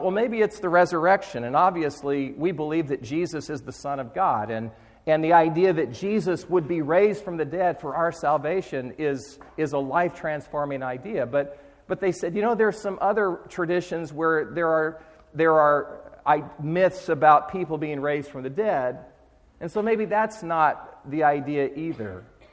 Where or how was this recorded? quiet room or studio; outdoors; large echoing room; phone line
large echoing room